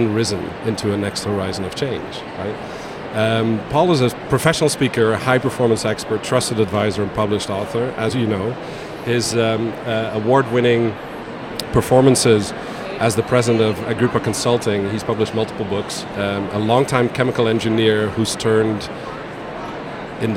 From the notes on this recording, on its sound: Onsite at #IMEX23. Live from buzzing and immersive IMEX 2023 in Las Vegas, USA.